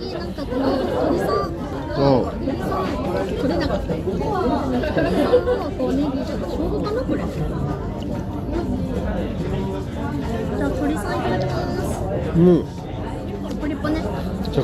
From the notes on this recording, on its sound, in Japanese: ノイズ注意。